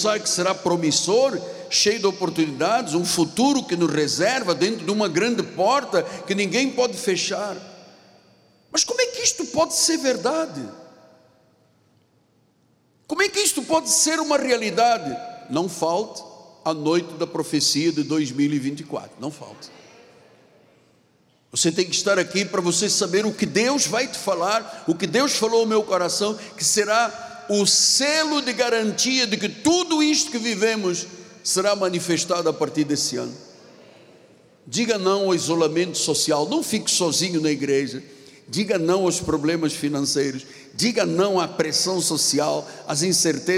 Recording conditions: large echoing room